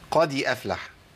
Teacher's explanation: القلقله معظم اللي قرأوا أملوها للكسر